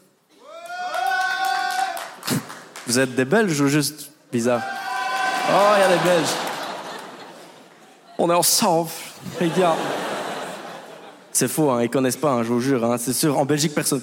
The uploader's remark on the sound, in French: Montreux Comedy Festival 2023. Il expose le génie belge sur la scène du Montreux Comedy Festival.